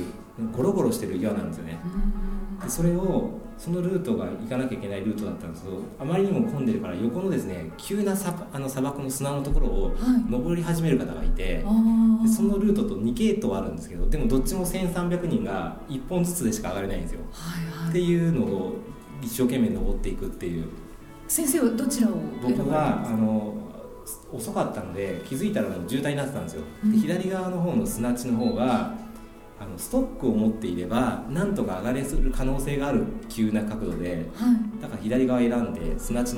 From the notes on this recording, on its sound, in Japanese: サハラ砂漠マラソン報告会（公開収録）。